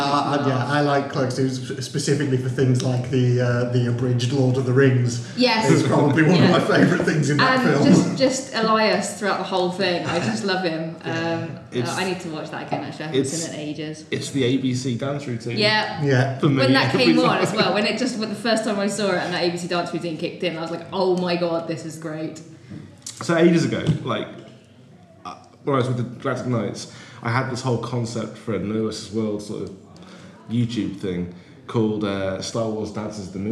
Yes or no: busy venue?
yes